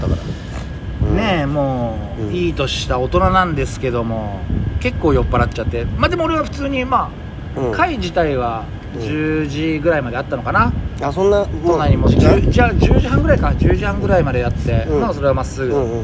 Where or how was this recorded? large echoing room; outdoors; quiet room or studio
outdoors